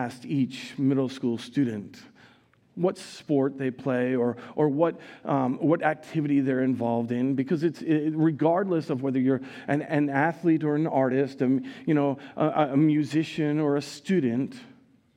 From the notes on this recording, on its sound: Recorded live at Word of Life Church in Le Sueur, Minnesota, on April 23, 2023